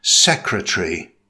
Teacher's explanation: In British English, it's pronounced with three syllables. Stress the first syllable.